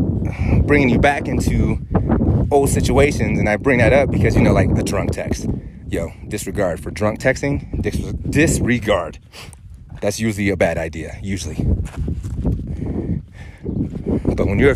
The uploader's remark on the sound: I was out hiking on the volcano of Mauna Loa, and Inspiration hit me to record this episode. The audio is a bit "windy." I thought about re-recording it from my desk computer, but I feel like it would take away from and degrade the message I want to share more than some wind noise.